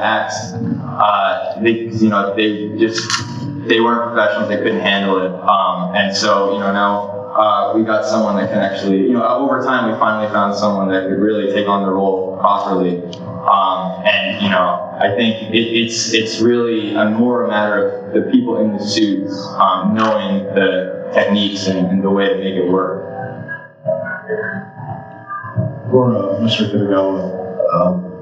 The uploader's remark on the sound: LIVE Panel. At Days of the Dead Con!! The audio for this is a little rough, as the convention did not have a proper set up to accommodate some of the recording hardware.